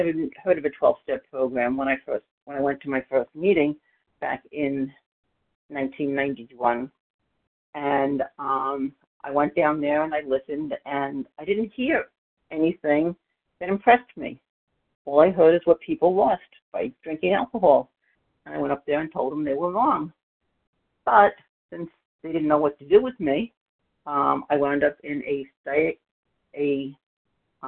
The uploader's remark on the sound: 100 Pounders Phone Meeting